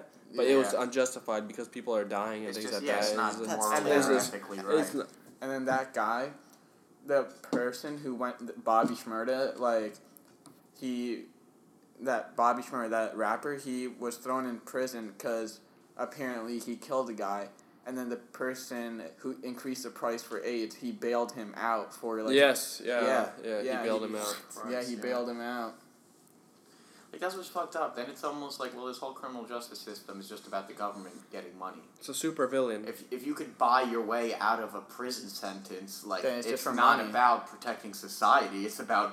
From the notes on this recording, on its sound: please be patient while we get enough funds to have more mics because I know its bugging the crap out of you